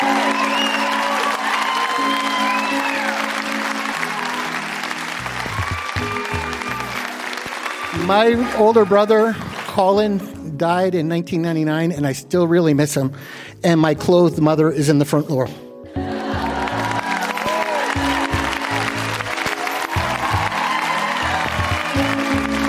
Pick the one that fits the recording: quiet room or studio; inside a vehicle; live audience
live audience